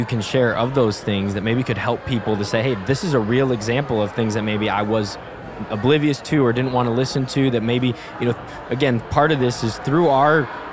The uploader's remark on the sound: One of the speakers at River Valley Conference 2023. This special episode that we filmed live at our Conference lobby.